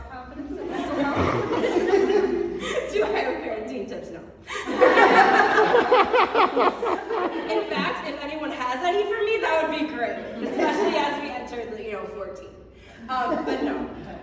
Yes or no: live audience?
yes